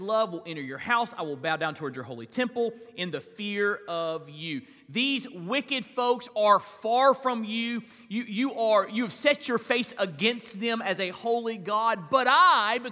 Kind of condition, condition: setting, large echoing room